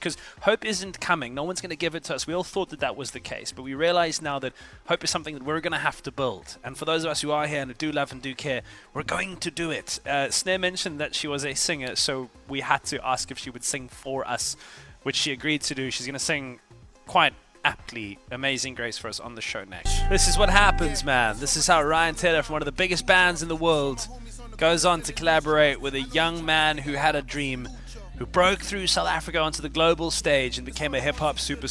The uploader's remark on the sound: Live from the Heritage Tour's 1st stop in Durban